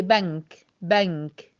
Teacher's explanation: لا، كلنا بنقول ايه، بنك، بنك، بتعملي اخفاء من غير ما تحسي وبتنطقيش نون من غير ما تشعري، لان ده السهل على جهاز النطق بتاعك.